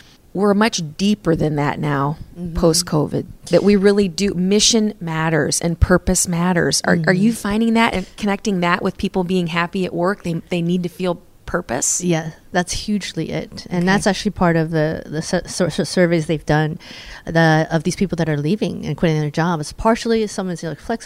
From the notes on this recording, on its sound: This episode was recorded in person at the Women Lead Change Quad Cities Conference